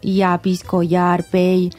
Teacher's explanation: per interferència normalment del castellà fem com una Y, llapis, collar, pell, sí que hauríem d'intentar fer això ll. · Term: la iot